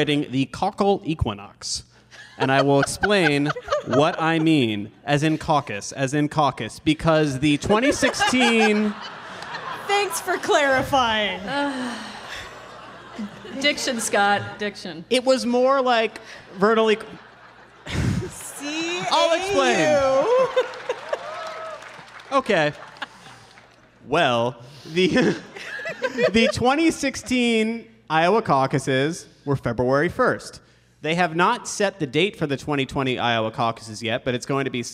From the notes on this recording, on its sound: In front of a live audience at the Warner Theatre in Washington, D.C.